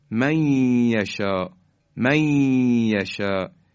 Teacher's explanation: مثلا در قرآن ما داریم من یشا، من نون ساکن به حرف یا رسیده، من یشا میشه من یشا من یشا، نون ساکن حذف میشه و حرف بعدی مشدد میشه، یعنی حرف یا رو محکمتر ادا میکنیم و این نون ساکن در حرف یا ادغام میشه.